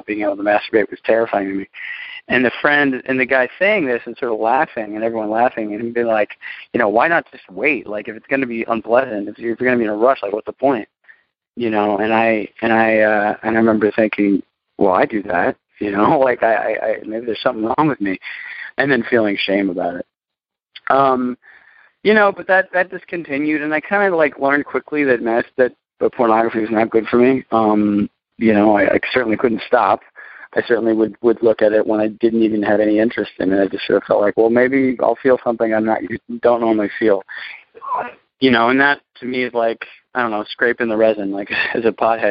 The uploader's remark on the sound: Monday Noon Phone Speakers Series.